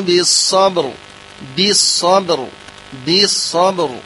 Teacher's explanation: تفخيم الصاد ثم باء مرققة مقلقلة ثم راء عند الوقف بأنها مفخمة